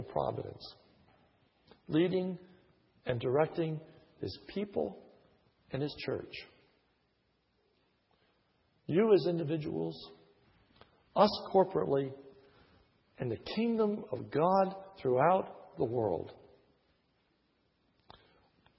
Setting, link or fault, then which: setting, large echoing room